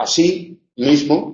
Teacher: así es una palabra aguda, acabada en vocal, y por lo tanto lleva el acento sobre la i